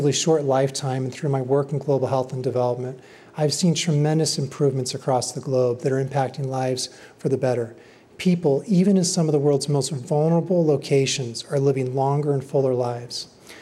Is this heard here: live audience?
yes